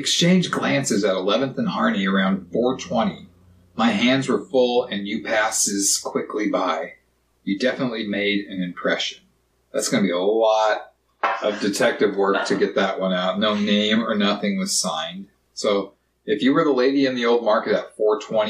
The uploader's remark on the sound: The audio from this is taken from a camera mic from the a video podcast. It may sound a bit off.